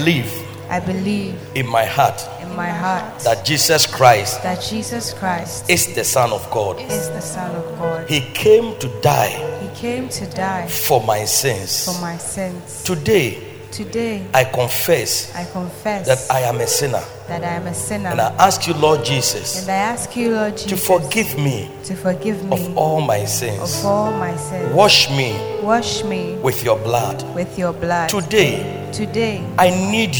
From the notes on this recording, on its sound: Preached at Loyalty House, Abbey, Dahwenya